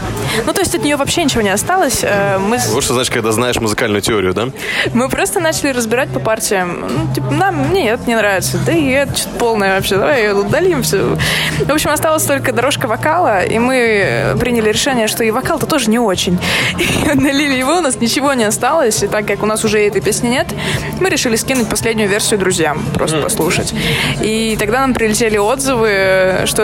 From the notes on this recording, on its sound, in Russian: мы поймали прямо в кофейне